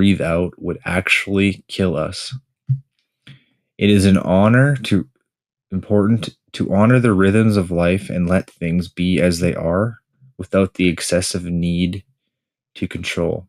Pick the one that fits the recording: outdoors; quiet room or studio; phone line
quiet room or studio